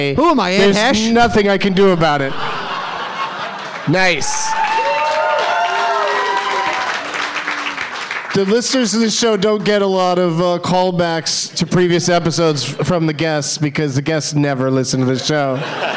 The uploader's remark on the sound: Live from Laugh Boston